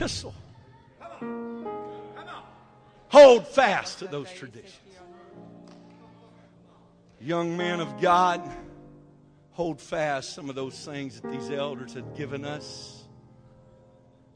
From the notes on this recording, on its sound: Baton Rouge Camp Meeting 2015